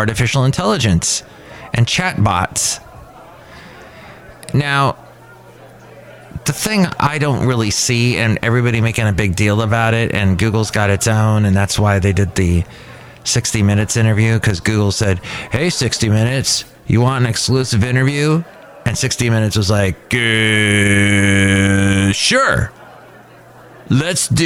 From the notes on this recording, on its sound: podcasts live from Cafe Anyway